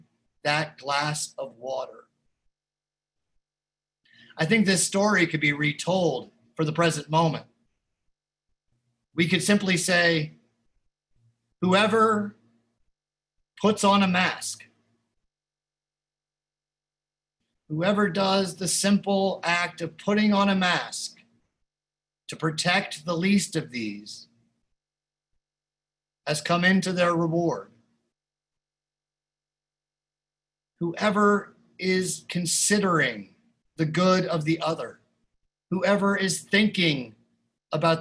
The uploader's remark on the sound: Recorded live in Zoom.us. Opening bell chiming by the Philadelphia Guild of Change Ringers.